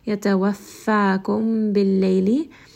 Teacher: this is again going to be a two-count med in fa. So pull this for two counts.